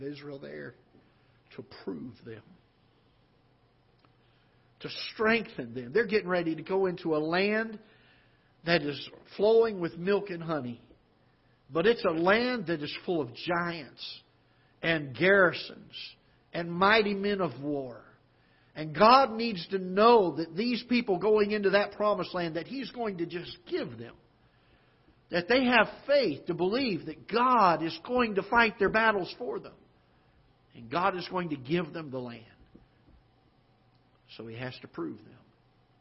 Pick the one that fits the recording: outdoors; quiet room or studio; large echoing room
large echoing room